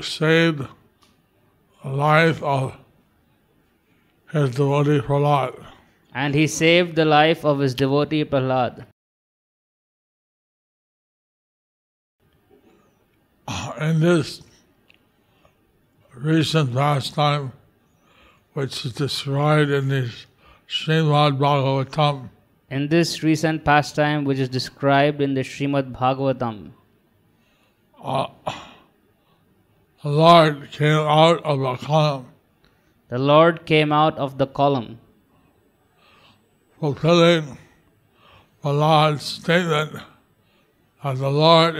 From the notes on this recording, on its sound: Evening Narasimha Catudasi Lecture in Mayapur. Sri Mayapur, India.